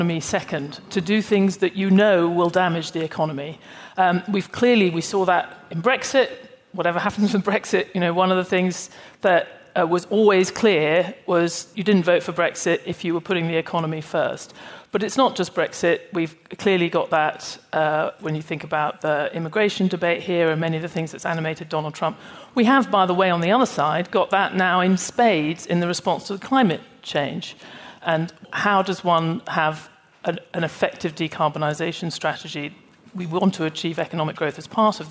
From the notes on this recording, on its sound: A special episode from the annual meetings of the Fund and World Bank in Washington. On an all-star panel.